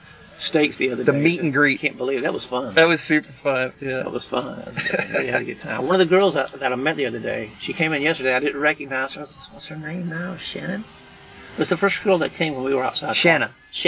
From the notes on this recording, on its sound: From the van. As he departs Encinitas in the new year headed for Rubber Tramp Rendezvous.